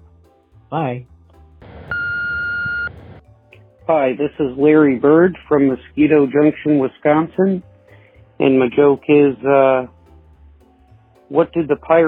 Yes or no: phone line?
yes